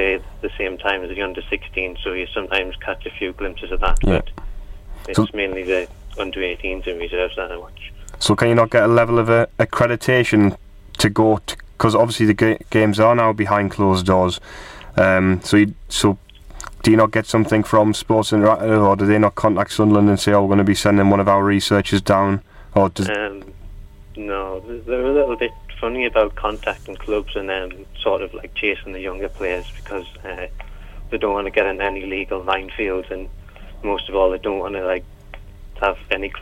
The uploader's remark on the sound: on the phone.